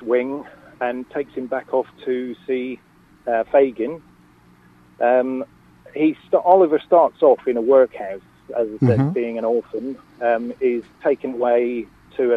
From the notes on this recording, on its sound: Joined on the phone.